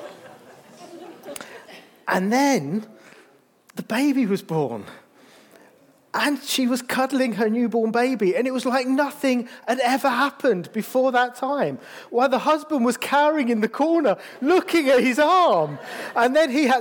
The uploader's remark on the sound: This sermon was recorded on Sunday 5th November 2023 at our Putnoe venue.